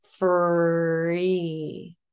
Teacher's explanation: the F is very good because the lips in the labial dental position are not rounded.